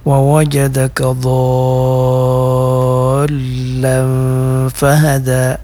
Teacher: Dotnya dipanjangkan dulu 6 atau 5 harakat, kemudian ikhfanya juga harus panjang 4 harakat. · Term: mat lazim